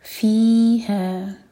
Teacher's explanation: فی اور ہا دونوں برابر، دو حرکہ لمبا، دونوں مد تبعی ہیں